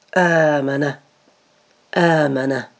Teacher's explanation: قلبت سلمكم الرحمن الثانية ألفا فصارت مد، آمنة آمنة. همزة وبعدها ألف مد، تمد الهمزة